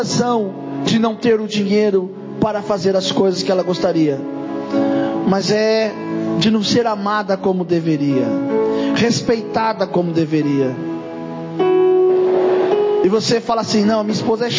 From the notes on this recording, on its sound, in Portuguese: Culto da Virada.